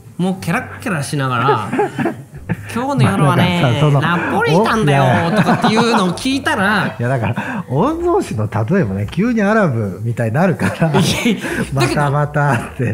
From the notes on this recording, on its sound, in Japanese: 公開収録より。いつもの密談を大勢の前でできるかしらと思っていたけど、むしろ、みんなが居るほうが、脳がヒートアップして、次から次へと話すことができました。